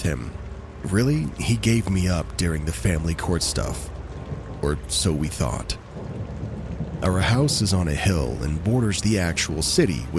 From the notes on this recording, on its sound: Rain sounds in the background will help set the eerie mood as we dive into these true horror stories.